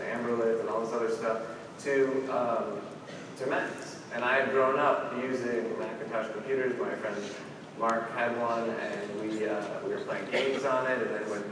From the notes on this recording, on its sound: opening keynote at #PRSAIcon